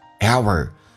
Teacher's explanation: hour 美式发音需要轻度卷舌